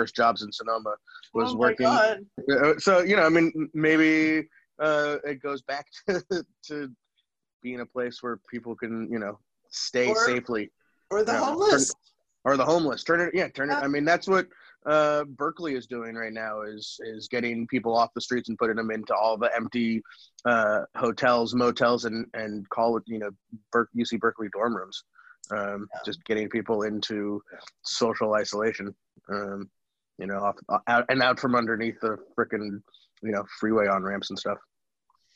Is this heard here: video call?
yes